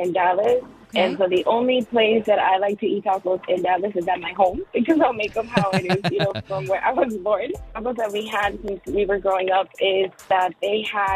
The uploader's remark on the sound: Listeners call. 94.9 KLTY!